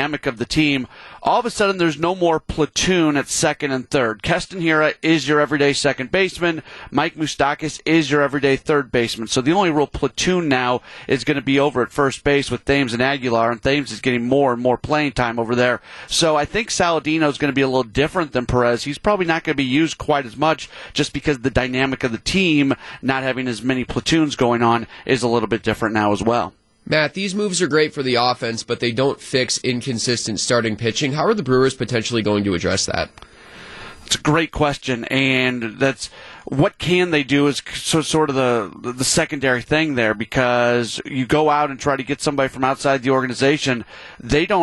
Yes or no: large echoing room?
no